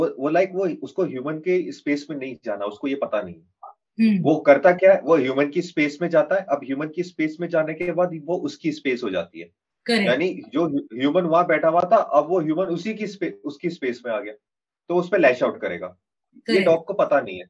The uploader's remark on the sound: Our expert team recently held a Zoom call